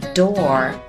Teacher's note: 字母 W 不需要发音，直接从字母 R 开始发音就可以了。结尾的 TH 别忘了轻轻地咬一下舌尖哦。Wreath.对了，微笑着再来一次。Wreath.很好。On 和 our 可以连起来说成 onour，或者轻轻地说成 honor， honor. Door, D-O-O-R, door 是门的意思。注意美式英语中有浓重的儿化音